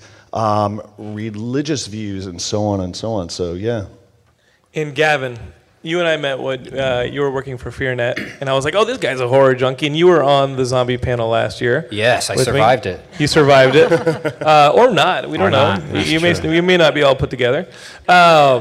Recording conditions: live audience